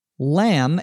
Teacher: notice the B is silent when we pronounce the word